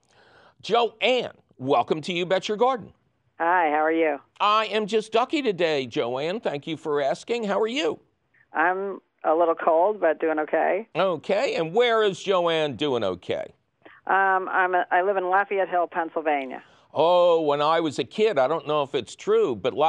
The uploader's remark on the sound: your fabulous phone calls!